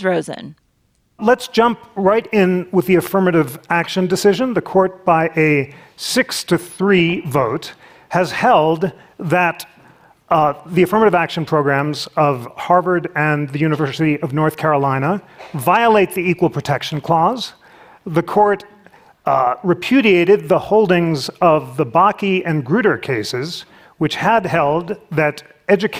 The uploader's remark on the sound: for an in-depth discussion at the 2023 Aspen Ideas Festival